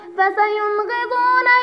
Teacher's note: بعد النون الساكنة أتى حرف الغين والغين من حروف الإظهار